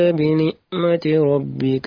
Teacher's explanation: حرف العين تقلبه إلى همزة